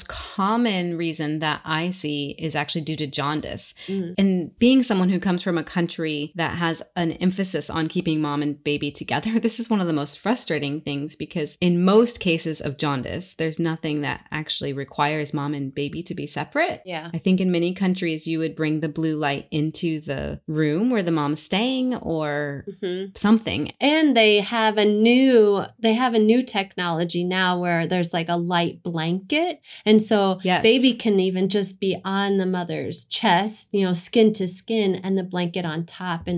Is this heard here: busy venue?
no